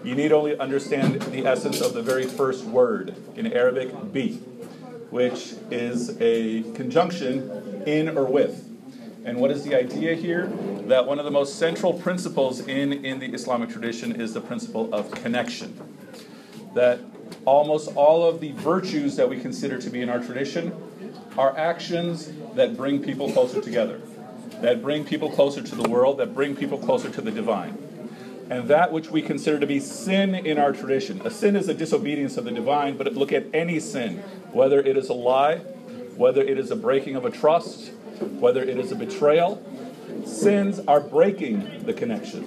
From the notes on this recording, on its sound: An impromptu talk at the Islamic Center of Wheaton at an open house attended by members of local Churches